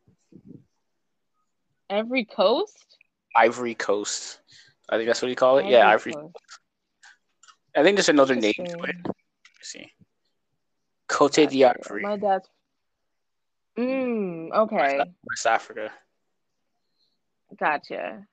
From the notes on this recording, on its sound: the audio has been acting kind of wacky